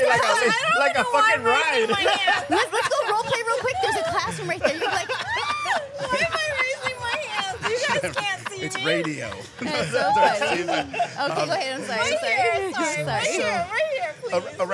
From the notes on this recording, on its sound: In this episode we record live at the LS Playground’s and Swinghearts HALLO-SWING event on Oct. As we record, an actual swingers' orgy unfolds right before our eyes.